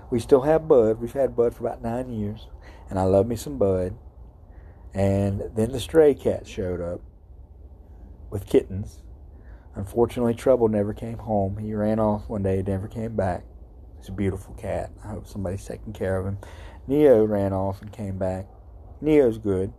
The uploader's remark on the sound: Live from THE GHETTO! Sitting outside at 3am.